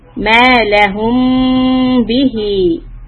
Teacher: Here the letter meem on lahum is followed by letter ba. So when you have a meem sukoon with the letter ba coming after it, we have to stop for two counts. مَا لَهُمْ بِهِ.